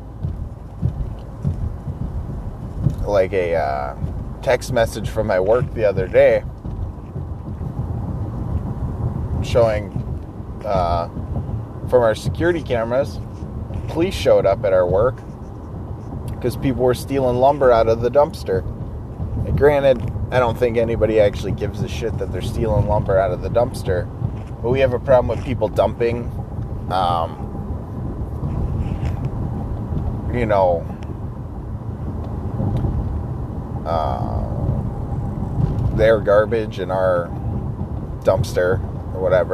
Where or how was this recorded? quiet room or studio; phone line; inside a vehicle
inside a vehicle